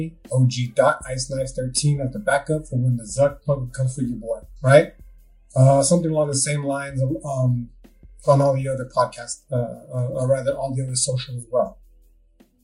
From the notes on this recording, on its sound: I accidentally forgot to hit the record button for the first part of the podcast, so the audio isn't the greatest for the first 20 minutes.